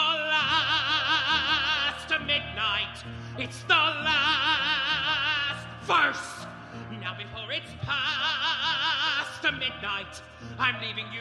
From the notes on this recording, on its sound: We did a live show. Yes, there's some visual jokes that happen.